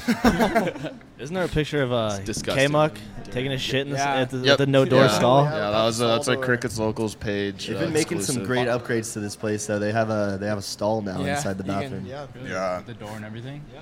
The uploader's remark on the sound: Coming at you LIVE from the one and only Crickets Tavern